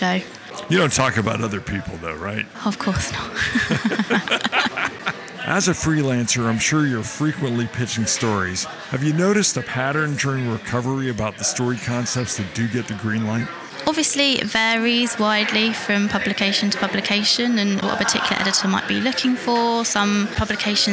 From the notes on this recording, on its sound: Live From Travel Week. Live from Frankfurt, Germany.